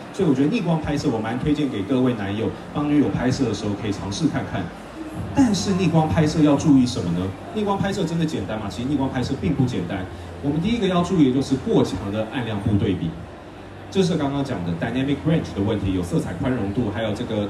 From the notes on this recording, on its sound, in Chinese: 解鎖Sony攝影展講師成就！沒辦法來現場的來這裡聽吧！！現場錄音版。